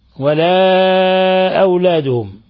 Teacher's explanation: ولا أولادهم، لام جاء بعدها الهمزة حرف المد في كلمة والهمز في كلمة أخرى، الحكم التجويدي مد منفصل. ولا أولادهم مد منفصل يمد من 4 إلى 5 حركات